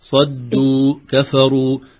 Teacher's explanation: هذه واو مادية وتضم الشفتان فيها أيضا بسبب ضمة الراء وضمة الدال